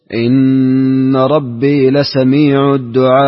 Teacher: تسهيل الهمزة بين مع رومها مع المد · إن ربي لسميع الدعاء مع الروم. الروم هو الاتيان بثلث حركة الكسرة